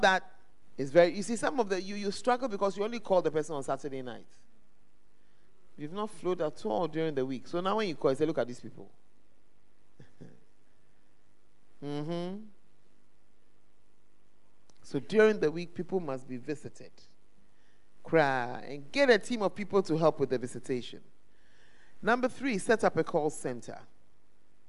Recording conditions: live audience